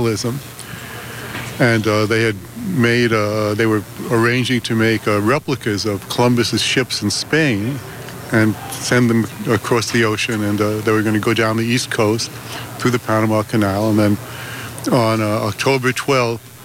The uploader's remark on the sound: Sounds we recorded at the 27th annual Indigenous People’s Day Pow Wow right here in Berkeley. On tonight’s show we’ll share sounds we recorded at the 27th annual Indigenous People’s Day Pow Wow right here in Berkeley.